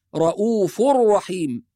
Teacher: هنا في كلمة رؤوف وقع حرف الراء بعدها في كلمة رحيم، وهذا يسمى إدغام بغير غنة، فلا نقول رؤوف رحيم وإنما رؤوف رحيم، يبقى نلغي النون تماما وننطق الراء بعد الفاء